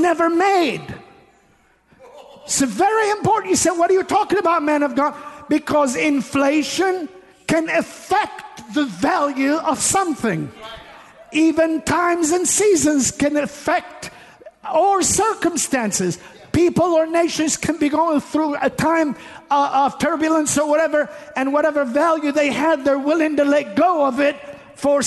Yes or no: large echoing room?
yes